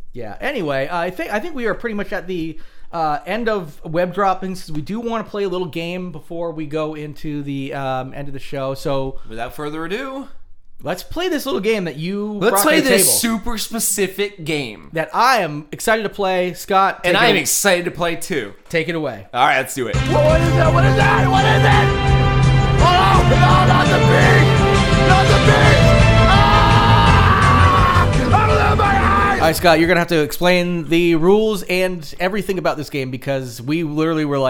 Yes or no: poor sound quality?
no